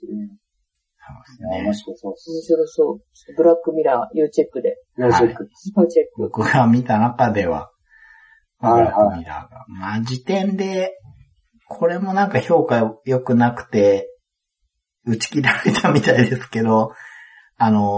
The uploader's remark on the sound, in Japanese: 何かとお聞き苦しいところもあるかと思いますが